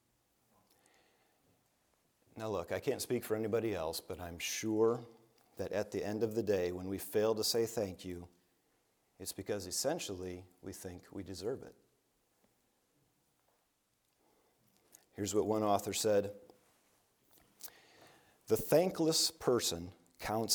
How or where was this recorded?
large echoing room